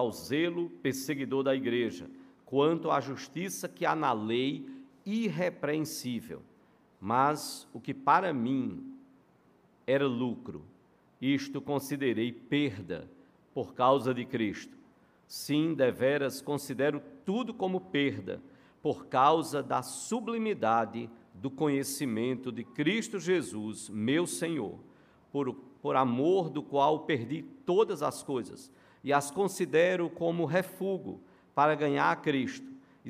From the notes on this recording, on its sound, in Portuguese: no culto presencial e transmitido ao vivo